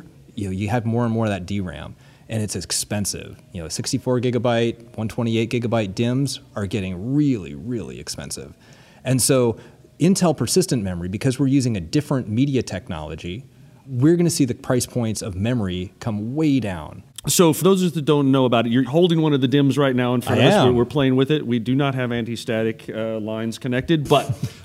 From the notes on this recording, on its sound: at SAPPHIRE NOW and ASUG Annual Conference 2017.